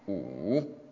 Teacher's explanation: And then the third tone is like for the number five, ooh, you have to go down and back up with your voice